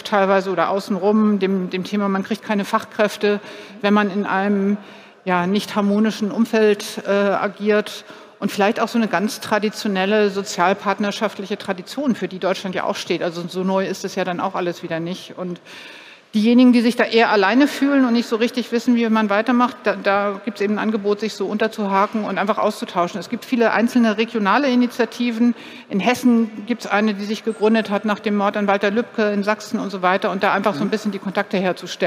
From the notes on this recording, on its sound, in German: Auf dem Abschlusspanel des Deutschen Arbeitgebertages. Live-on-tape vom Deutschen Arbeitgebertag 2022 in Berlin.